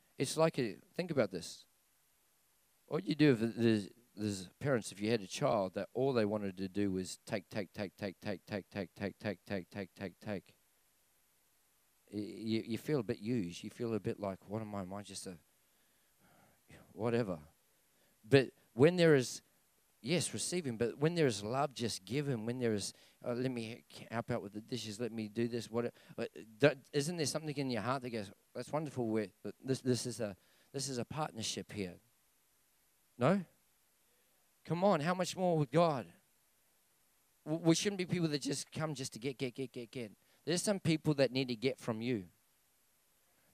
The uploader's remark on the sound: This message was recorded at River Edge Church on 28/07/2019 at the 9am gathering.